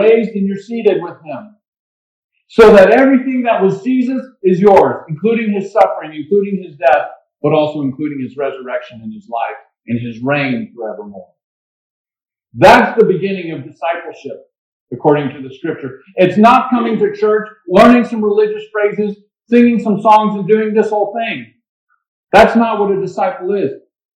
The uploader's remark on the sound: Waypoint Christian Church. Sorry about the audio quality, we had some mic issues.